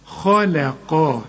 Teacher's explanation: القاف مفخمة وقبلها الخاء مفخمة وبينهم اللام مرققة، خلقا. لازم ترجع شفايفك في اللام، خلقا.